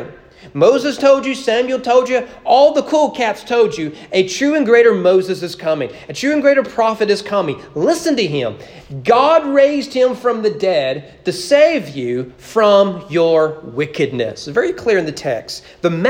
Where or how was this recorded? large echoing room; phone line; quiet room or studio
large echoing room